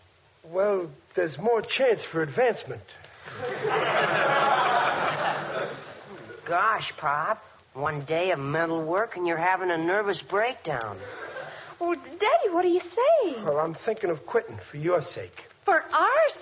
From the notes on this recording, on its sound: howls of laughter and applause from surprised audience members